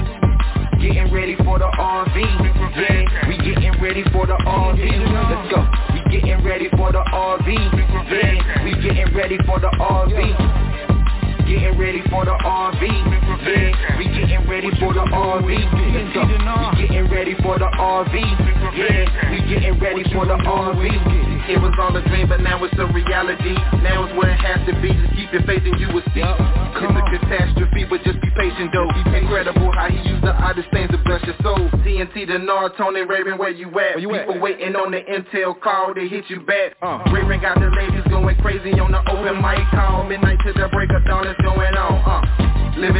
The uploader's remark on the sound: TNTSuperfantastic Conference Call